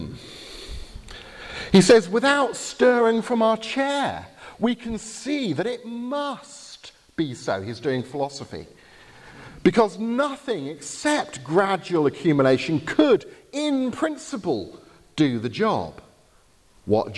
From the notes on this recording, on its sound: Lecture at the Veritas Conference , Bibelskolen i Grimstad , Norway, October 2019.